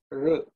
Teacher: R is when the tongue actually is bent and is pointing upwards